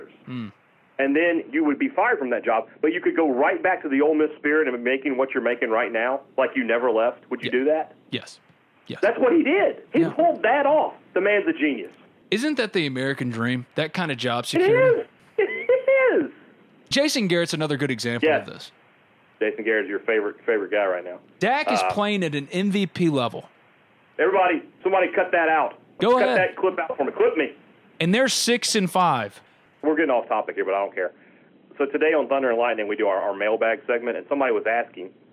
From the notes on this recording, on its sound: joined on the Modern Woodmen phone line